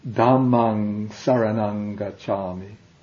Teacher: I keep on hearing ums, but that M with the dot under it should be ung.